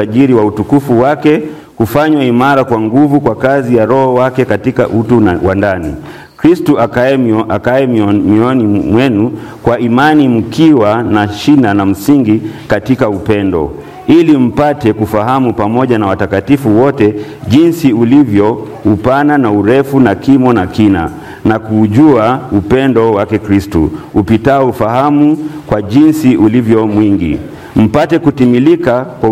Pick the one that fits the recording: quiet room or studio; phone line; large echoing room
large echoing room